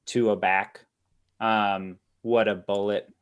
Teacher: this double unstress and then a stressed, like to a back, what a bullet, where it leans into the bull · Term: anapest